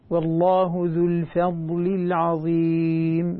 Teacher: ذو الفضل العظيم، فخمت الفاء، احنا نريد ان نرقق الفاء ونفخم الضاد